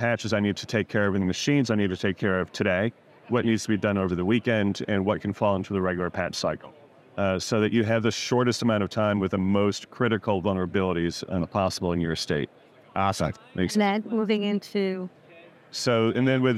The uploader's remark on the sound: At GEOINT 2023 we interviewed